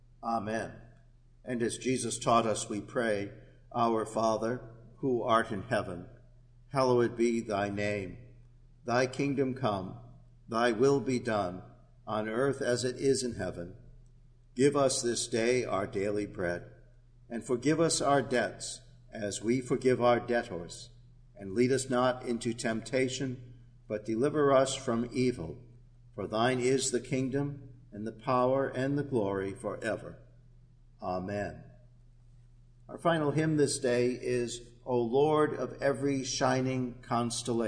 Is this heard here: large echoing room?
yes